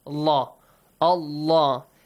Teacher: The letter lam in the word Allah is pronounced with a heavy sound.